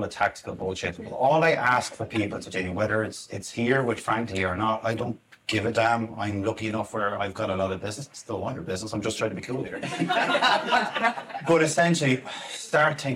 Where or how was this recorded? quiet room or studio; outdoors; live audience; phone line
live audience